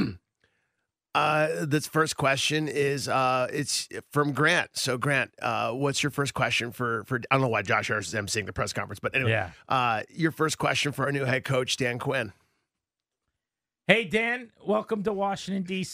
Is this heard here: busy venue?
no